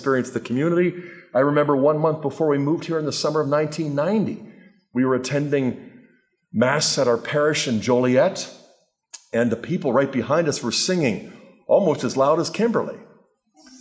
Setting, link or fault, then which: setting, live audience